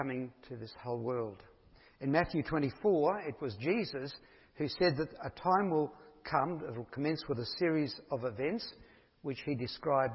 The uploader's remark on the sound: Each week, sermons are recorded for Atherton Tablelands Baptist Church.